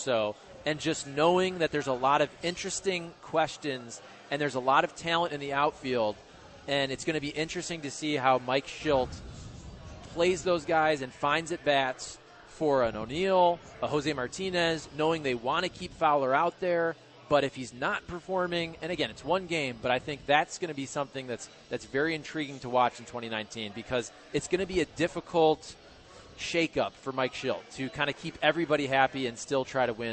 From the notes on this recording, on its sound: broadcasting live from Hot Shots in Saint Charles